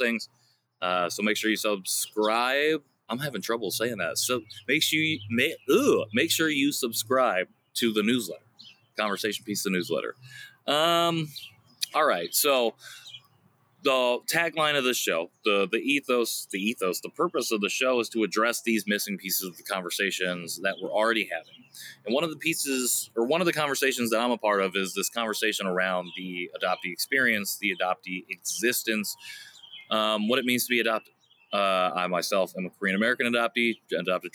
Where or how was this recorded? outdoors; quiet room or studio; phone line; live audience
outdoors